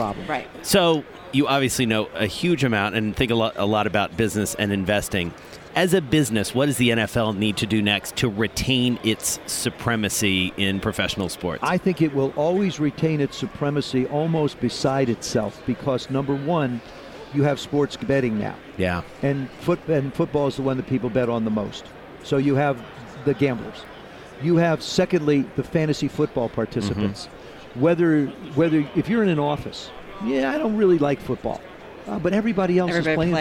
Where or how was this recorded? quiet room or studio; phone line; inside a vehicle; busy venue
busy venue